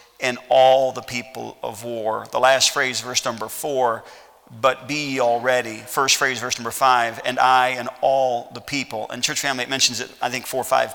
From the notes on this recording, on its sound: at Heritage Baptist Church, Lawrence Kansas